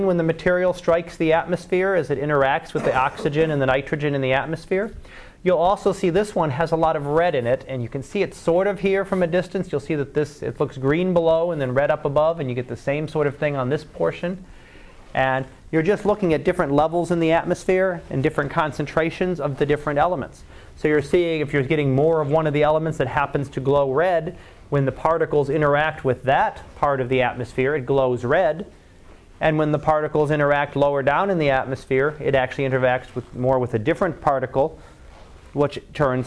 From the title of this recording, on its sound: Live Class Lecture